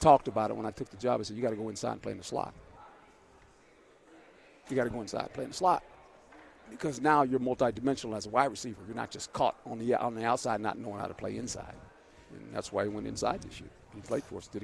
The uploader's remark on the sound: live from Pac-12 Media Day